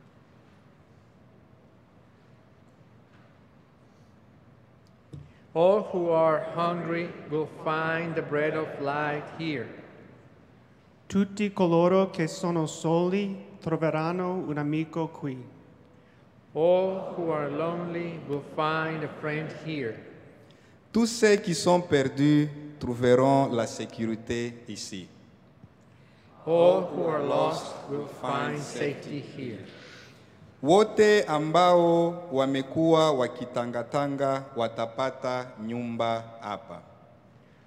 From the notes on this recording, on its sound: Recorded live during the Sunday worship service.